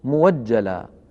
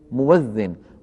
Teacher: يبدل ورش الهمز المفتوح إذا وقع بعد ضم واوا مفتوحة، وذلك إذا كان الهمز فاء للكلمة، نحو مؤجلا تصبح موجلا، مؤذن تصبح موذن. · Term: الهمز المفرد المتحرك